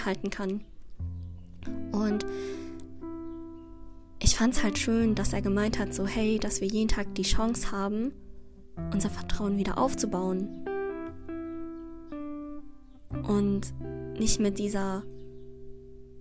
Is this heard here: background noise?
yes